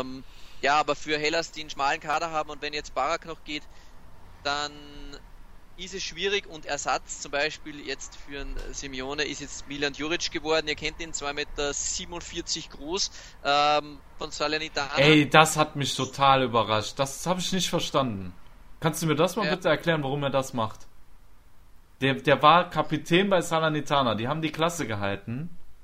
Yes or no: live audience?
no